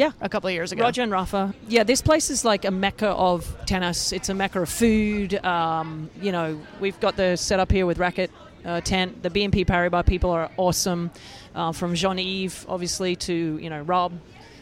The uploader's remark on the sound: Live and Direct from Indian Wells. We're coming at you live during the middle weekend of Indian Wells from BNP Paribas' Racquet Kiosque.